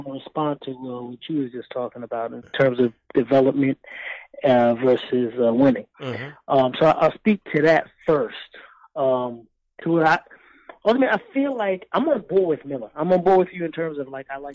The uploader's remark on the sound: He also takes live phones calls from fans around the world.